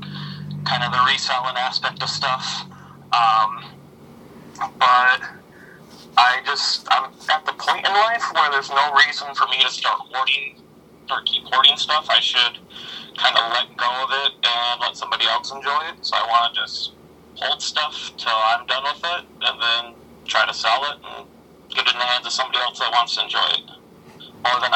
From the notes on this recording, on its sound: Recorded at via phone in Grand Rapids, Michigan, and Traverse City, Michigan, on Wednesday, July 12, 2023.